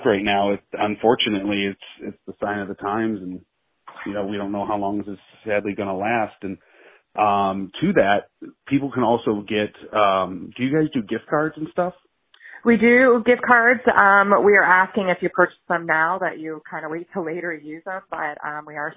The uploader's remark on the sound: I chat via telephone